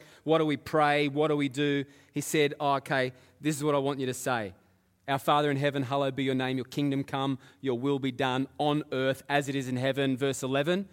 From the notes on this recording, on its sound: Live at Echo Church Melbourne